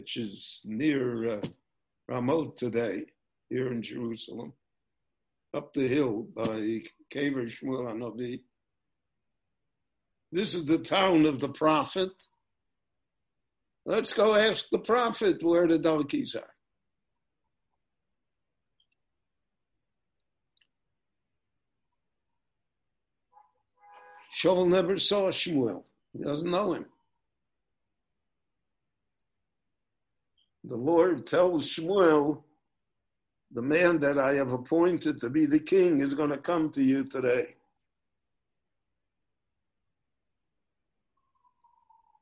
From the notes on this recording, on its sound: recorded LIVE via Zoom in Jerusalem